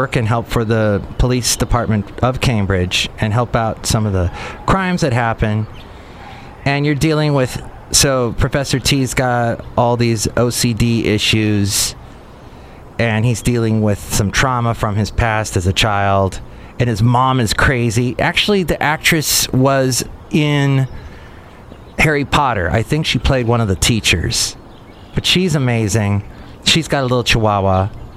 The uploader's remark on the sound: Podcasts live from Café Anyway.